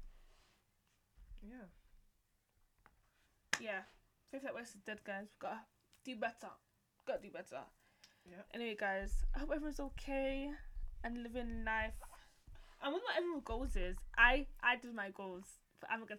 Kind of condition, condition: fault, uneven or low level